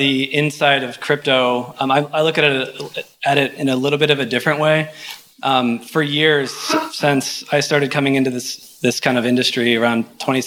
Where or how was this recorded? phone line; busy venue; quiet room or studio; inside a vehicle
busy venue